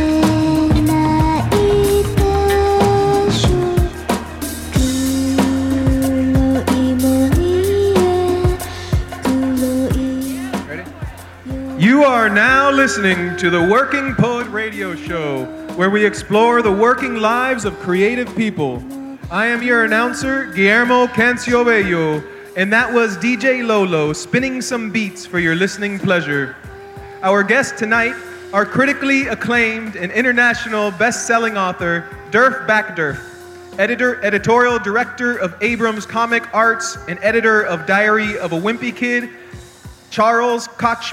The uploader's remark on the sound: Live from the Miami Book Fair. In a live show filmed during the Miami Book Fair.